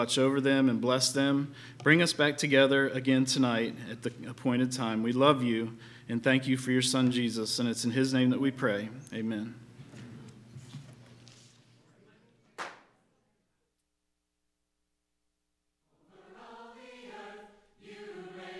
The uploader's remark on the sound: LIVE Services at Sunshine